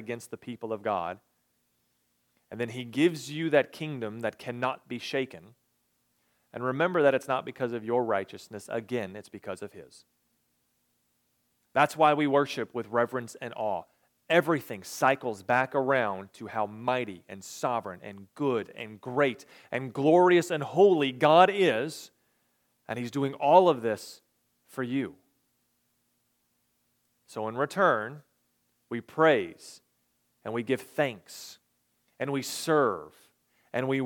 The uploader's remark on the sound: recorded on July 23, 2022, at the Ringgold Seventh-day Adventist Church.